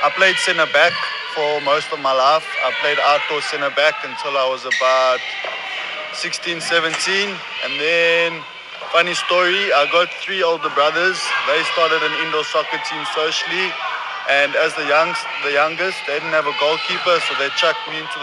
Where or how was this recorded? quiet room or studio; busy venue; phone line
busy venue